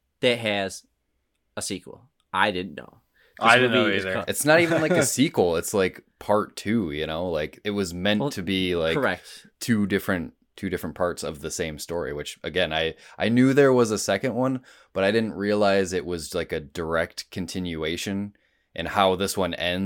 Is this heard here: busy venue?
no